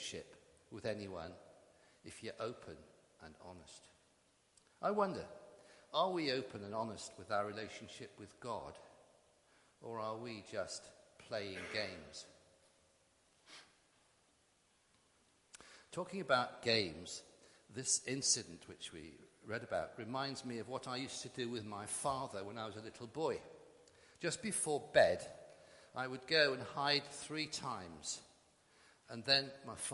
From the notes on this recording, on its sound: Christ Church, Bayston Hill (UK)